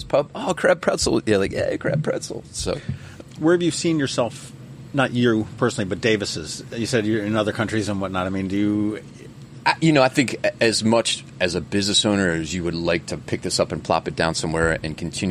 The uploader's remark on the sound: Today, we sit down outside of Davis' Pub